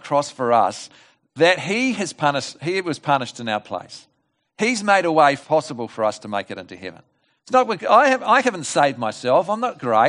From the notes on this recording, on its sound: This message was delivered at The Rock Christian Church on Sunday 4 October 2020 at the morning service.